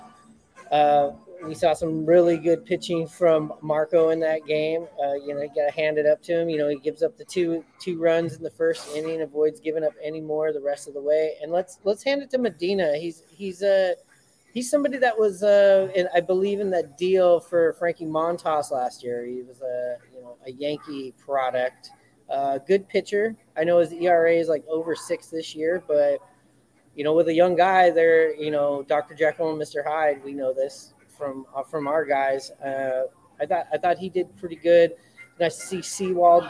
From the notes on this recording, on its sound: Live from Buckley's!